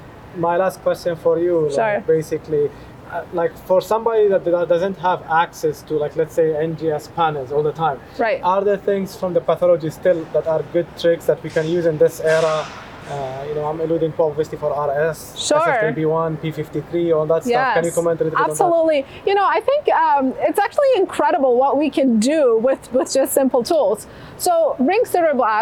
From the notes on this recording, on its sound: This discussion was filmed at the Eleventh Annual Meeting of the Society of Hematologic Oncology (SOHO 2023) held in Houston, TX.